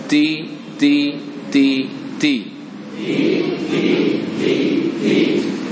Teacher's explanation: Ujung lidah bersentuhan dengan pangkal dua gigi atas, gigi seri atas. Ya, sekarang barisnya kasrah, bunyinya ti.